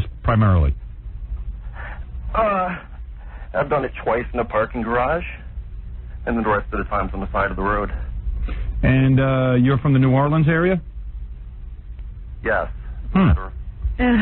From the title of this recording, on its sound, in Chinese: call in 給廣播電台